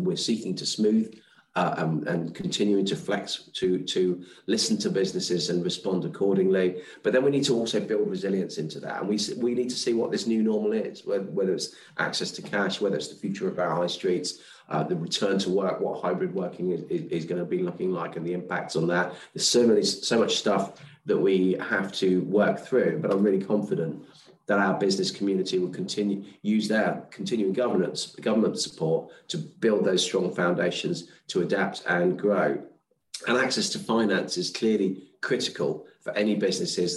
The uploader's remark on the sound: On a recent Global Counsel event. This is a recording of one of our digital events.